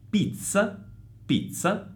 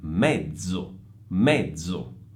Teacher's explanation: Vedete, in questo caso sono entrambe doppie ma dipende dal fatto che si tratti di una Z sorda, come nel caso di pizza, o di una Z sonora, come nel caso della parola mezzo